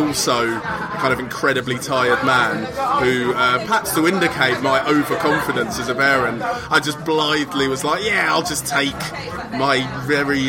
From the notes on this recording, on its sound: This episode was recorded at MEATliquor, who supplied all the food and lovely cocktails. We went to the East Dulwich branch because we're lazy.